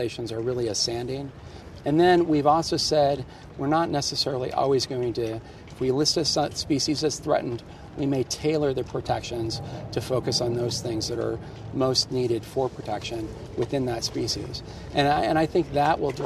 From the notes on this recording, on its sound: recorded at the base of the newly reopened Washington Monument